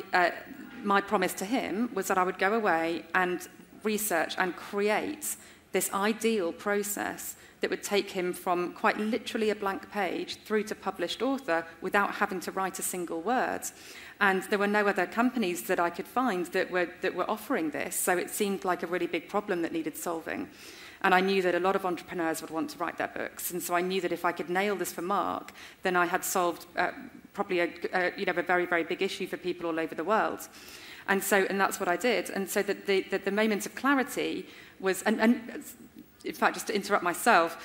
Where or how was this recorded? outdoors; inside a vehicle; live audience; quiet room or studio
live audience